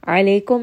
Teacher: ayn from the middle of the throat